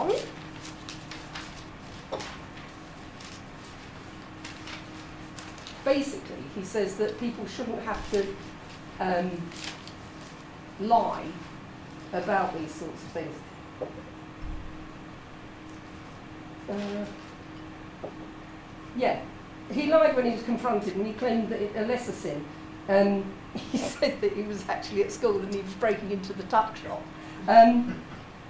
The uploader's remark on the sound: This is an excerpt of a recording of a talk. At the Faversham Speakers Moot. At The Limes Pub (formerly the Chimney Boy) in Faversham.